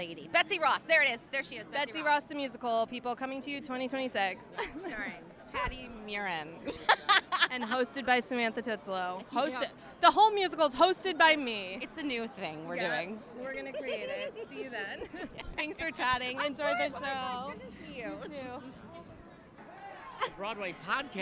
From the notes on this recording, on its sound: Is live on the red carpet of Gutenberg! Live from Gutenberg! The Musical! Red Carpet. Is live on the red carpet of Gutenberg!